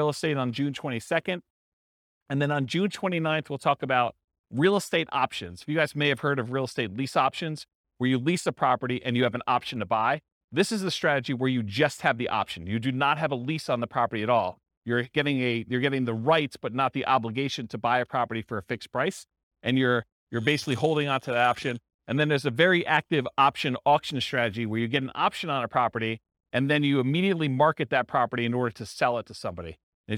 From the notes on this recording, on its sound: This was a live class recorded